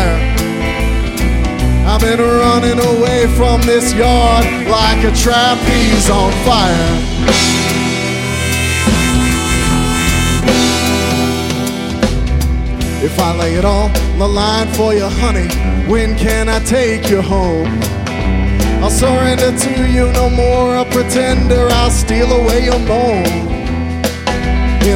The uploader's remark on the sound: Live at The Mint 12-12-14